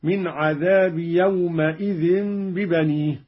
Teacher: قرأ قالون بفتح الميم، هكذا من عذاب يومئذ ببنيه، على أنها حركة بناء لإضافته إلى غير متمكن.